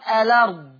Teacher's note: ورش نقل حركة الهمز للام فبقت اللام متحركة فصارت الأرض